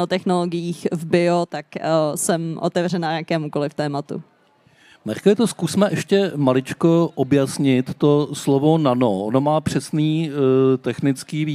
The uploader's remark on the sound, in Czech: v rámci festivalu Den Evropy na Střeleckém ostrově